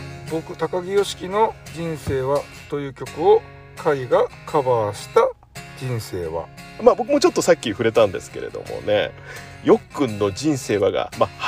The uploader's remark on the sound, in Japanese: 車内に閉じ込めて収録という悪環境。